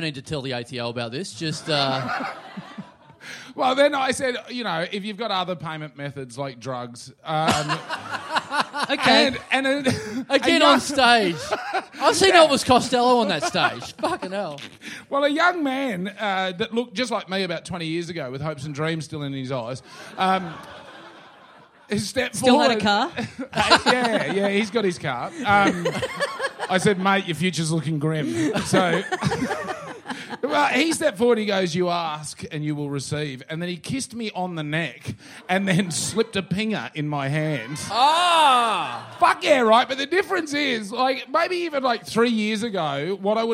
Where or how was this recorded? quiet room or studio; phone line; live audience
live audience